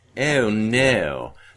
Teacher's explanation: a transition from Victorian O into what I think of as sort of 1920s, extremely fronted